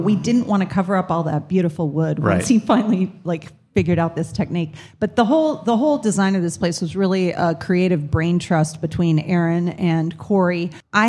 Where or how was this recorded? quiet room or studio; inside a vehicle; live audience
live audience